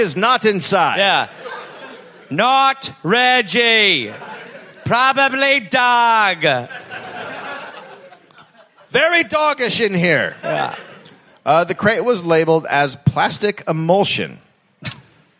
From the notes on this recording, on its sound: recorded live in Perth